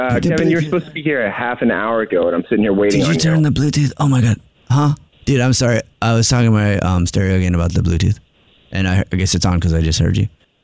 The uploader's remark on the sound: Phone Prank